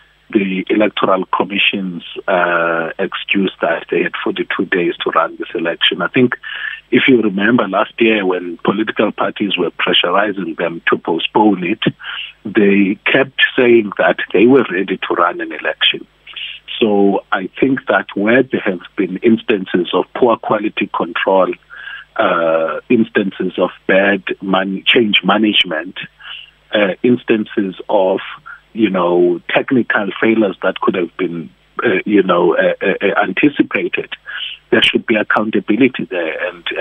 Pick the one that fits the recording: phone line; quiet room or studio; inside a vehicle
phone line